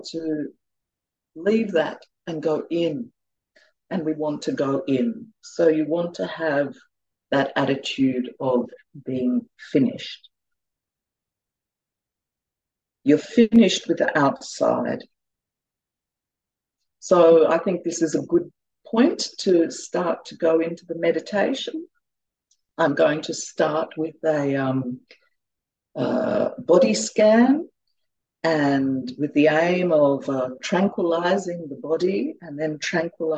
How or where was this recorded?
video call